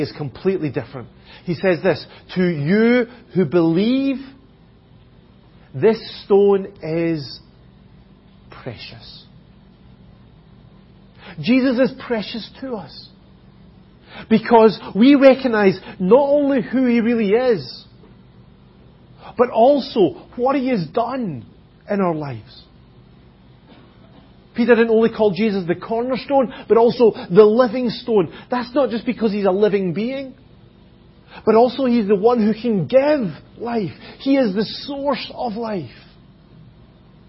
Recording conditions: large echoing room